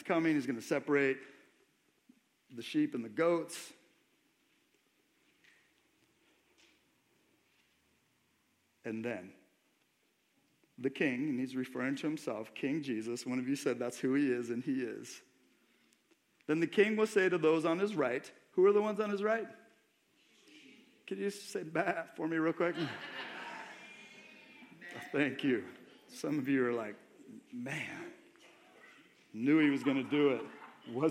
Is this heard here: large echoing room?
yes